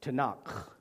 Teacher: when you get to the end of that word, it's kind of like you're clearing your throat. It's a Hebrew guttural sound, Tanakh, okay?